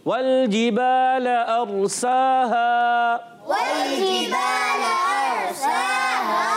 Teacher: سین کو باریک رکھنا ہے کھڑا زبر ایک الف کھینچ کر ادا کرنا ہے